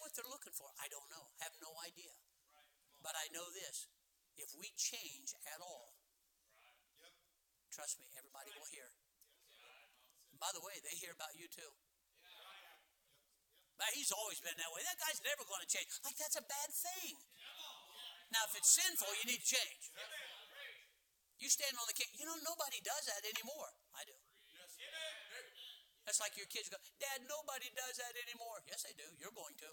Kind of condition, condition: setting, large echoing room